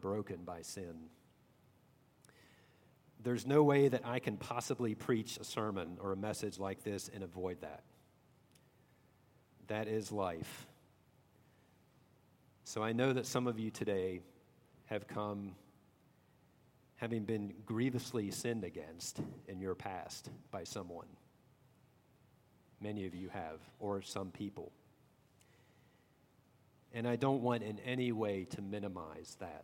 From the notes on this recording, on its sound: At Redeemer Presbyterian Church in Charleston, SC.